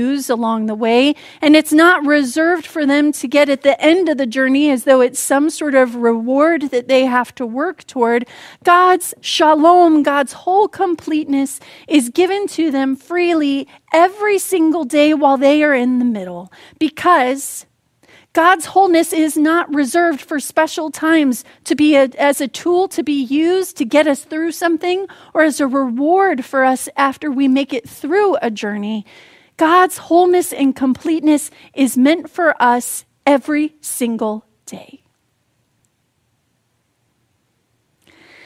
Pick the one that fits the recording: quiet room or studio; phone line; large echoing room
large echoing room